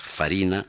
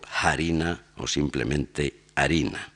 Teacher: la conservación de F inicial latina, frente a su alteración en H aspirada y su ulterior desaparición en castellano